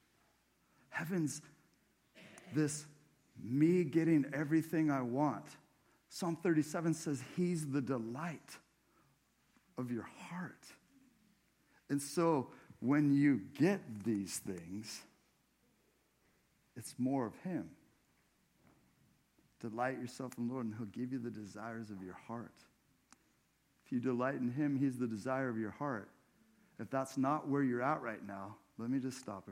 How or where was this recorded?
large echoing room